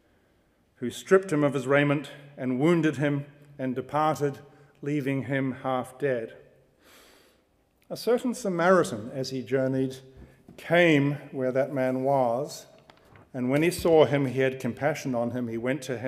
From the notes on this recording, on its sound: Recorded on 27 January 2015 at the University of Edinburgh's Playfair Library.